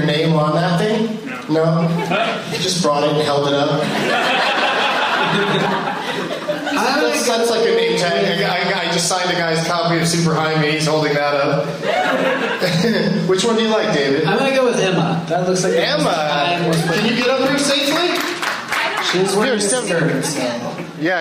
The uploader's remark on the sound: against audience members at the Improv in Tempe, AZ.